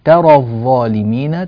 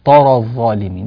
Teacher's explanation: بعض الناس يقول طاء طرى الظالمين، لا مش صحيح، ترى الظالمين فنرقق التاء · Shown in: first take · Term: ترقيق التاء